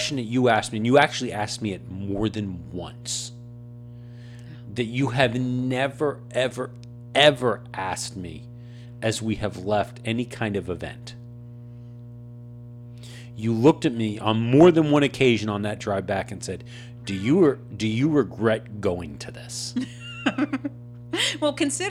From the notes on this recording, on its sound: We’re still settling in to our new studio and have a few bugs to work out - we’re sorry about the hum in this week’s episode. This was a short show as we test out the podcasting rig and make sure everything is setup right again.